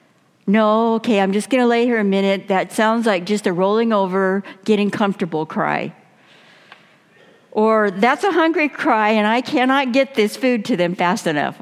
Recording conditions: large echoing room